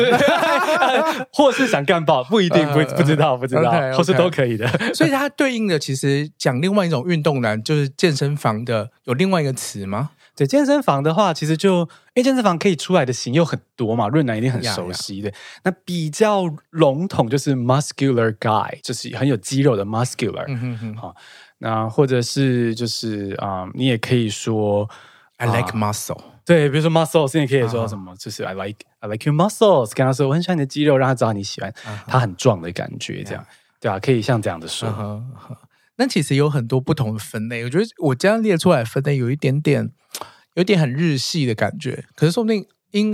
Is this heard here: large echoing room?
no